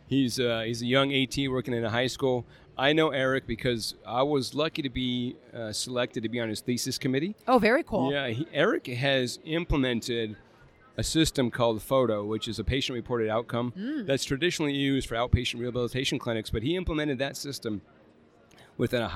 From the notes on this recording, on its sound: live from the Dragonfly Max Podcast Lounge